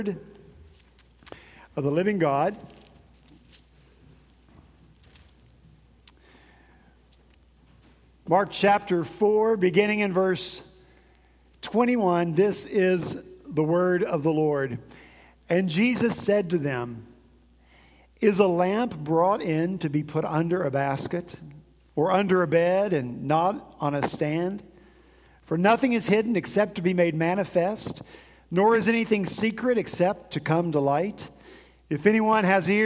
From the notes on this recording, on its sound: At Redeemer Presbyterian Church in Charleston, SC